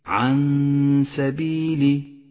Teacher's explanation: نقف بغنة على النون زمنها حركتان ولذلك لونت بالأخضر، ولا نشدد حرف السين الذي بعدها عن سبيلي. · Term: حكم الإخفاء